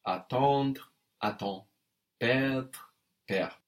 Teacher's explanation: for RE verbs, we lose the ending and also the consonant before it, if there is one.